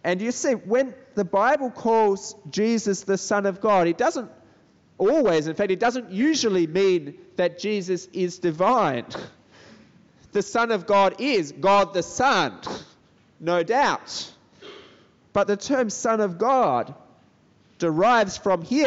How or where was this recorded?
large echoing room